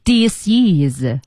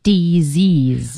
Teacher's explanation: 就是那个 s 发成 z 的音和后面的元音连在一起了 · Shown in: second take